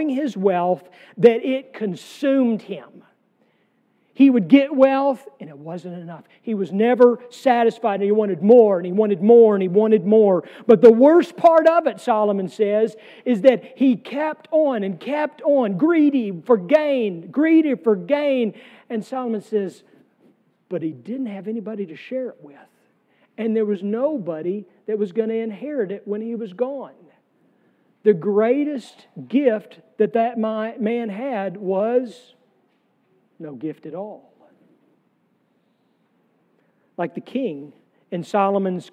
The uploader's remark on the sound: sermon from our worship service on June 25, 2023